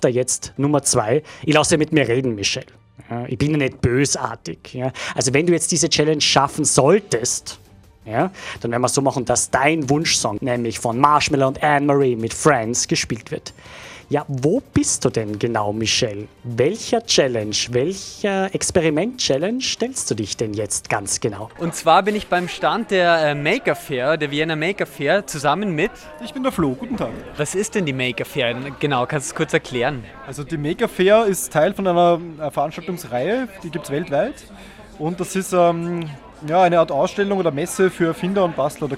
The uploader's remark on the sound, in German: Live von der "Langen Nacht der Forschung". Wir haben uns von den interessantesten Orten der "Langen Nacht" gemeldet - vom Heldenplatz bis zur Fledermaus-Beobachtungsstelle im Türkenschanzpark. Bei der "Langen Nacht der Forschung" gab es in ganz Wien BEI FREIEM EINTRITT vieles zu entdecken. Am Wiener Heldenplatz hat er sich umgehört, was bei den kleinen BesucherInnen am besten ankommt.